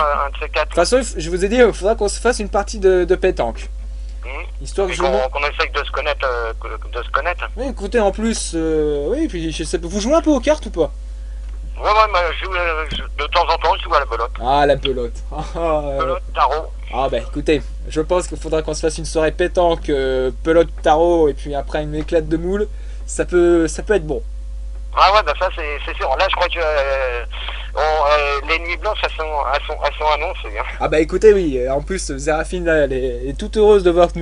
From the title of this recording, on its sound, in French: en Prive au Telephone